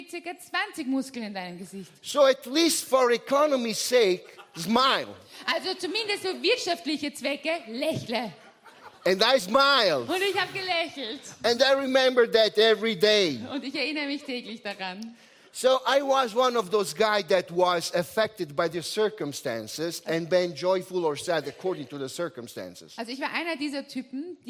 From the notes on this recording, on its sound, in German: Gottesdienst live aus der LIFE Church Wien.